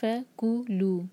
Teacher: فَكُلُوا، اس میں دیکھیں ف کو لو، ایکچوئل ورڈ ہے کلو، ف ایڈڈ ہے تو کو پر ہم زور دیں گے، ف پر نہیں